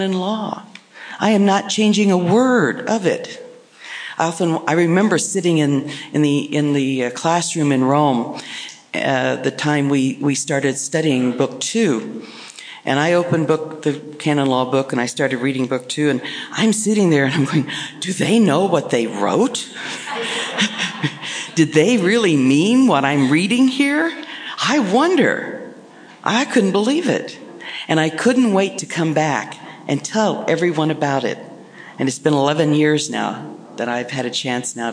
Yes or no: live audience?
yes